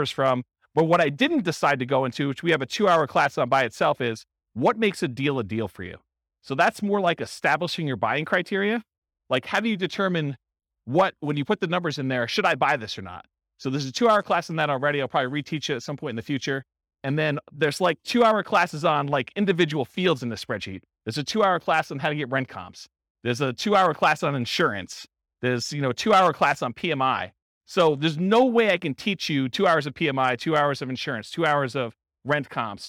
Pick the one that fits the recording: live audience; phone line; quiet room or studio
live audience